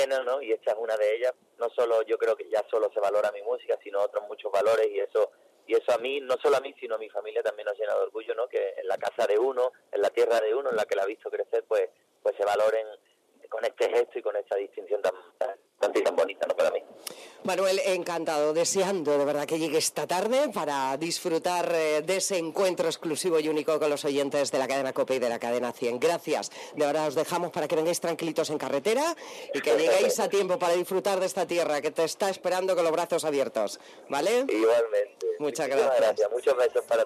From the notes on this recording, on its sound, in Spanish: Entrevista telefonica. COPE CANTABRIA.